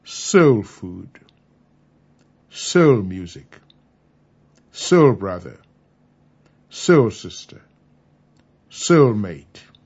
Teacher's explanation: In all these compounds, the major stress is on the word soul